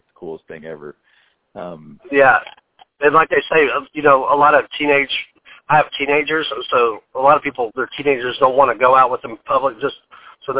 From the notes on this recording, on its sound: joins the podcast via telephone